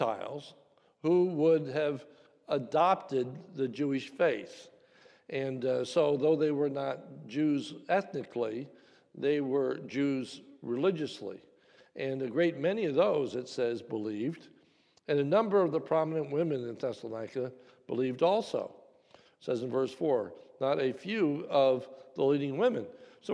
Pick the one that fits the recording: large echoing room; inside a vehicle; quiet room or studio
large echoing room